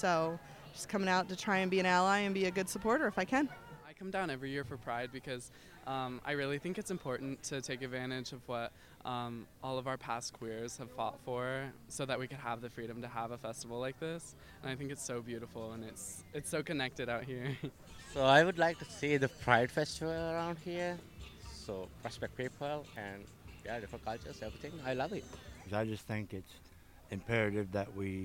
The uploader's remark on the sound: We went to Bloomington Pridefest, which took place on Saturday, August 31, to ask attendees. Among those we interviewed were numerous parents of young children, as well as queer-identifying folks.